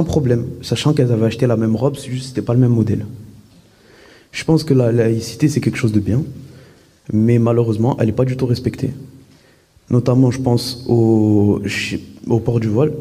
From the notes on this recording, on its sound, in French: À la Salle Bizet de Vauvert à l’invitation du collectif du printemps de l’éducation contre le racisme et les discriminations en petite camargue. Nous avons eu la chance d'enregistrer l’intégralité de sa conférence. D’une heure d’échanges (questions réponses) avec le public venu malheureusement trop peu nombreux.